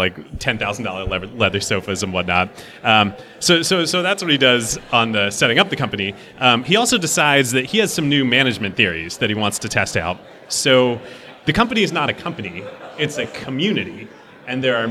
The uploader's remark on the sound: Live show at the GeekWire Summit. Broadcast live from the 2016 GeekWire Summit.